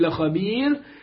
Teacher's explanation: والراء هنا بعد ياء ساكنة فهي مرققة